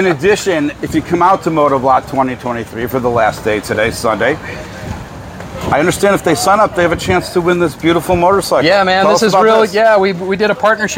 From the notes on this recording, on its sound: LIVE at MOTOBLOT 2023